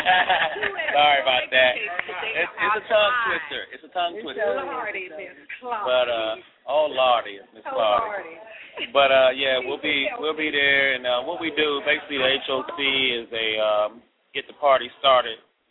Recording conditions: busy venue